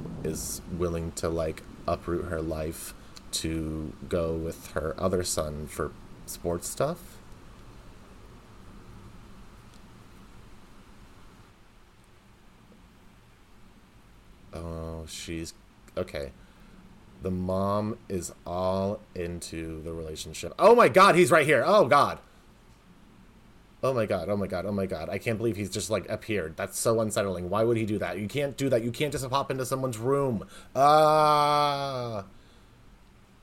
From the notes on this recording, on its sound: Thunderstorms and lightning. Today's episode is a full-on audio experience unlike any other Twaugust ep - Mother Nature herself is my special guest.